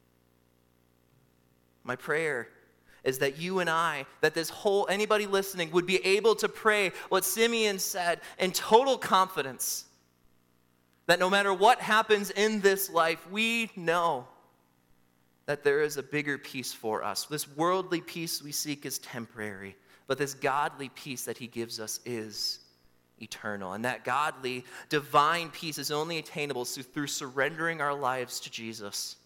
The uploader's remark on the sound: during the Christmas Eve Morning Worship Service on Sunday, December 24, 2023, at Calvary Baptist Church in Battle Creek, Michigan